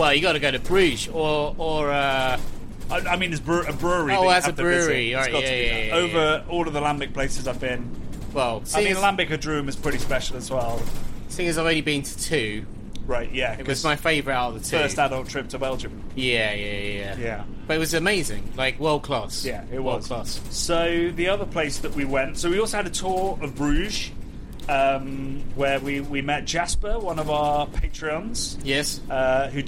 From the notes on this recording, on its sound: This week's episode is brought to you from LITERALLY under the sea, as we hurtle back from Belgium